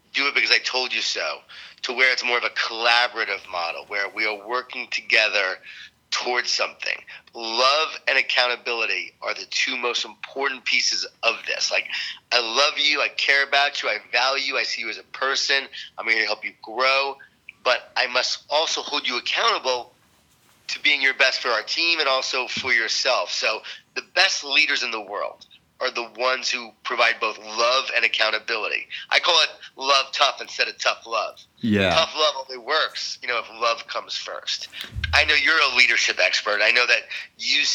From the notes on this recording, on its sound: was gracious enough to jump on the phone